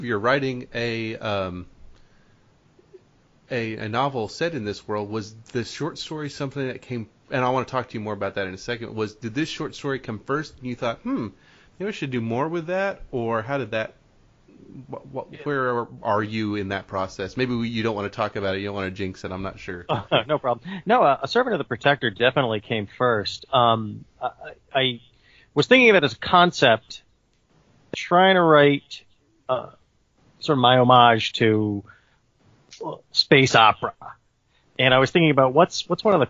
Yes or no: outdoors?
no